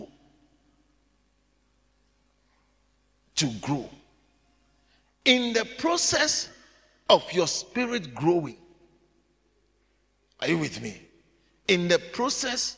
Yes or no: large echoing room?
yes